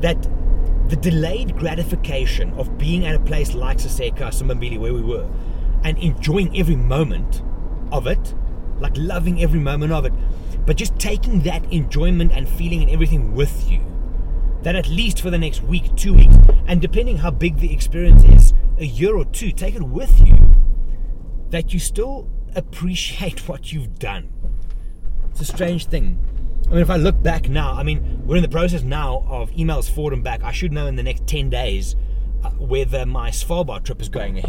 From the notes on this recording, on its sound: Driving Back From Thornybush. In this episode I share some thoughts while driving back from the bush after a week of colabs and content.